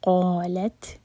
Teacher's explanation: قاف ہیوی لام لائٹ اور تا ساکن پر همس